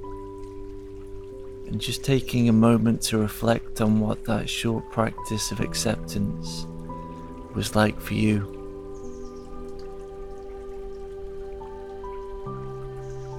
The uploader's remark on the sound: It's recorded in the forest, so you will hear the sounds of nature. The soundtrack contains sound healing.